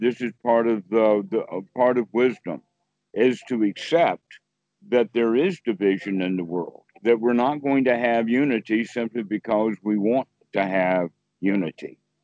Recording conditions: video call